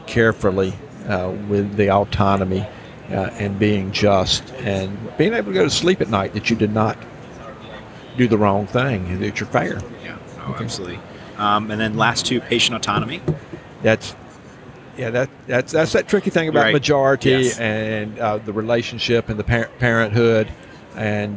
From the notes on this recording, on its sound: Live from Smilecon.